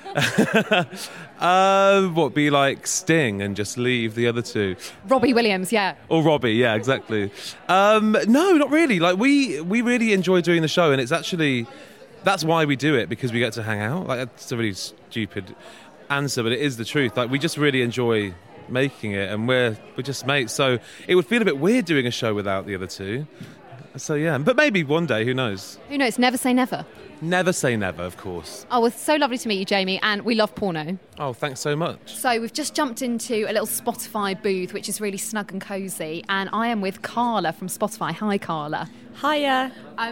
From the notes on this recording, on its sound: Explore all the sounds of Nonference in true binaural style in this special one off episode produced in partnership with Acast. From our first ever Nonference at London’s Tobacco Dock.